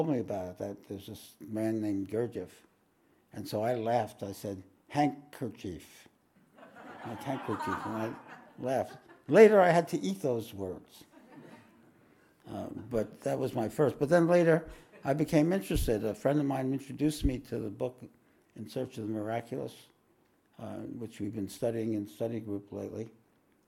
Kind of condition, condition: setting, live audience